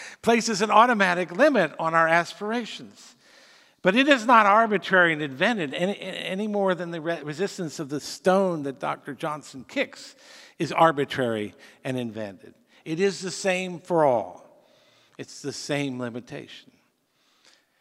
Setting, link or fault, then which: setting, live audience